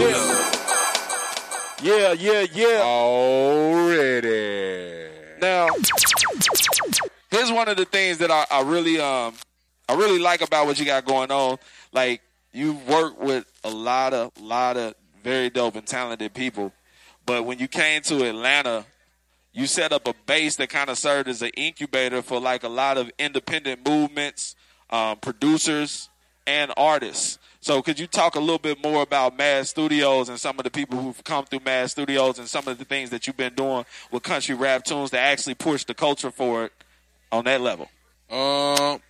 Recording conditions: busy venue